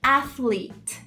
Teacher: Abre bastante o A, que nem apple, que nem maçã, fica athlete.